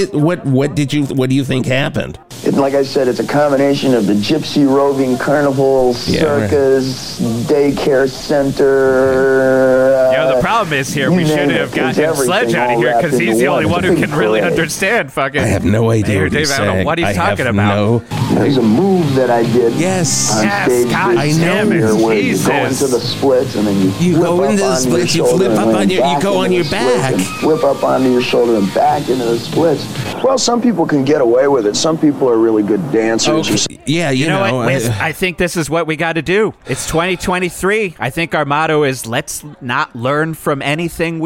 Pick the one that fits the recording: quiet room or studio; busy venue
busy venue